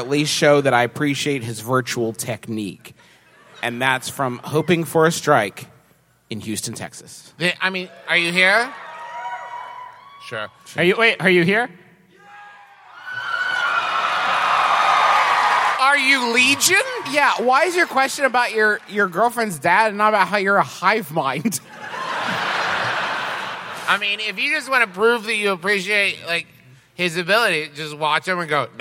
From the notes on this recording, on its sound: We've got a live show for you in his absence -- it's from this past April, when the lovely denizens of Houston, TX came down to Jones Hall.